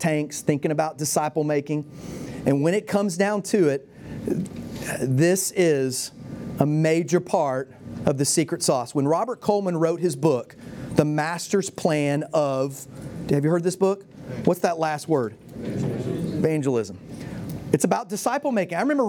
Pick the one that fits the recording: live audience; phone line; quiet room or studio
live audience